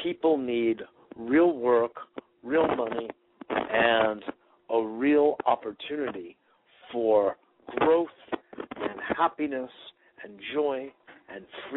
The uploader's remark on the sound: Today is a chance for listeners to call